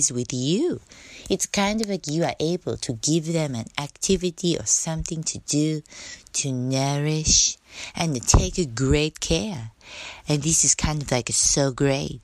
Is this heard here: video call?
no